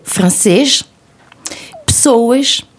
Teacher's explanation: la lettre S, par exemple, se prononce comme che, ch, à la fin des mots